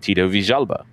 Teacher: Where he's from affects how you pronounce it, because if he was Mexican, you would say Tito Villalba, but because he's from Argentina, the double L is more of the Z. It's like a ZH. It's a noise we don't really have.